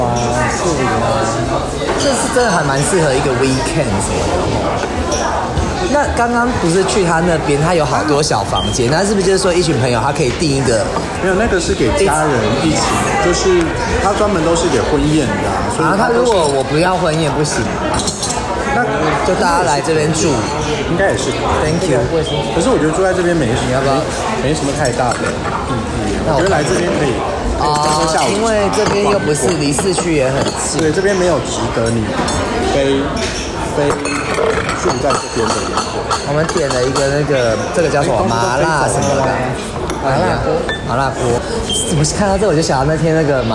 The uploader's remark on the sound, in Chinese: 居家與外景錄音,敬請見諒。我的終極夢幻婚禮(現場直擊)。